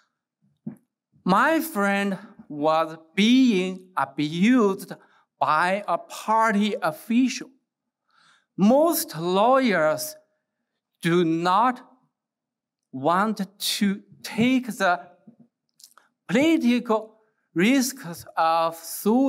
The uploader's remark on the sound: gave the keynote address at IWP's Presidential Investiture and Commencement for the Class of 2023.